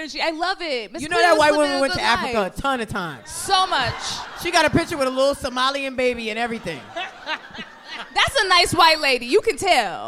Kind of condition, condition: setting, live audience